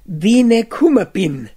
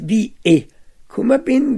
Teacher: dann wird zwischen die beiden Vokale ein N eingeschoben zur Vermeidung des Hiats · Shown in: first take · Das I wird dann meist als geschlossenes E ausgesprochen.